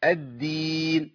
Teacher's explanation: الدال عندي حرف فيه انقطاع صوت وانقطاع نفس